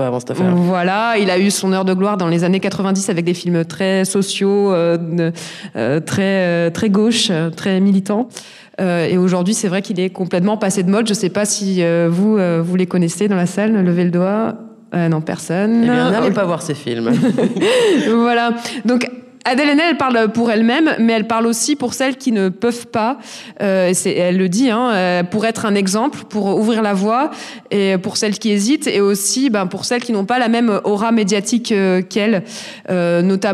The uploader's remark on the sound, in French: En live à Sciences Po Aix. Nous enregistrons en live depuis un amphithéatre de Sciences Po Aix. Cet épisode est un peu spécial car il a donné lieu à une libération de la parole des étudiantes présentes dans la salle.